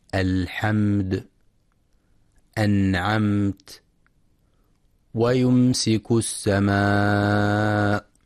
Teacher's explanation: إخراج الميم الساكنة من مخرجها من غير غنة ظاهرة معها إذا وقع بعدها أحد حروف الإظهار الشفوي، وسمي إظهارا لإظهار الميم الساكنة عند ملاقاتها لأحد حروف الإظهار الشفوي، وسمي شفويا لخروج الميم الساكنة المظهرة من الشفتين.